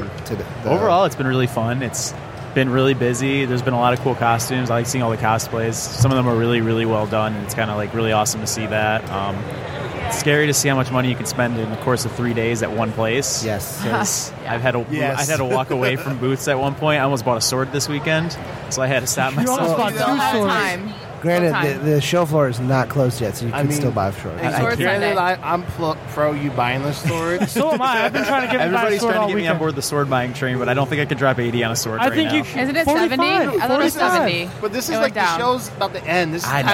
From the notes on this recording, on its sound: Live from Motor City Comic Con